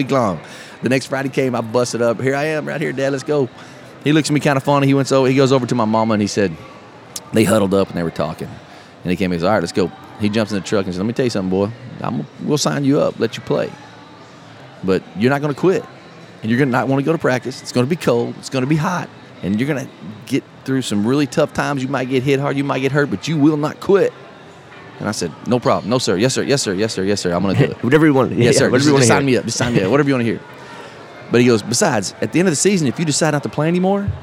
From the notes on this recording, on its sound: Live At Podfest 2017 Day 2